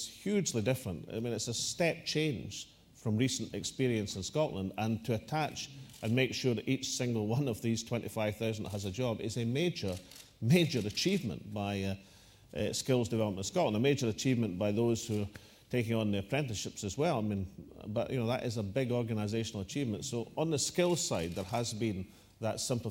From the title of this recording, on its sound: National Economic Forum: 1 February 2012: Welcome, First Minister’s opening address and Q&A session